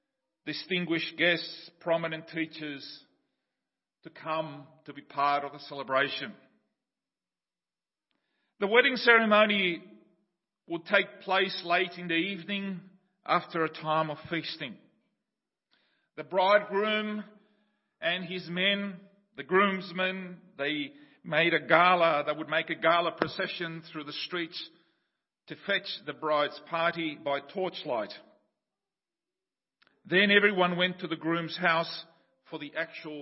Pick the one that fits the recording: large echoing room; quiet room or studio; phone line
large echoing room